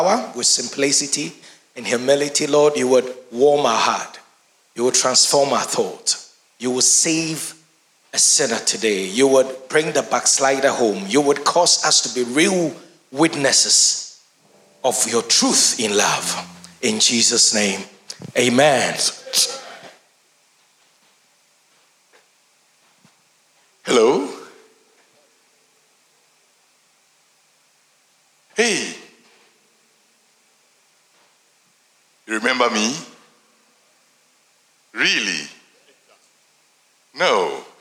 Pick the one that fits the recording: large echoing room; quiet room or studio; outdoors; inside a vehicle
large echoing room